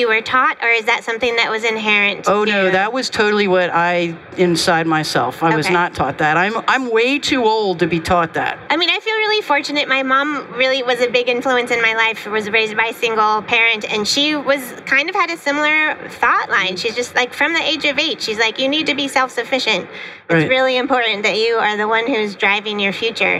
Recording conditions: busy venue